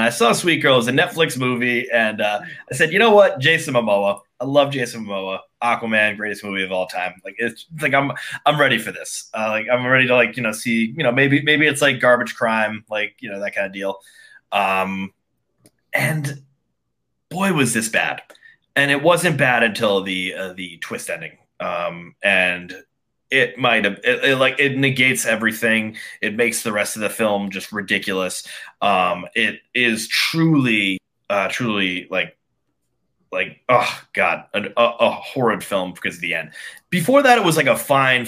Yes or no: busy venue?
no